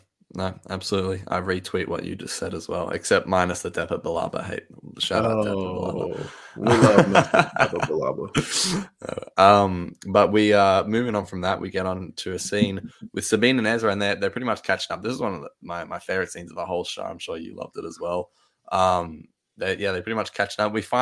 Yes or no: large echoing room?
no